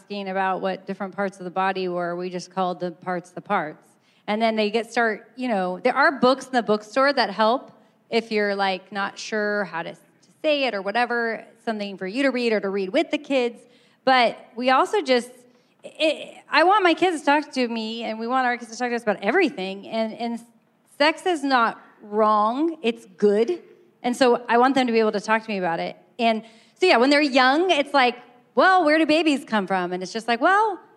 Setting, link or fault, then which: setting, live audience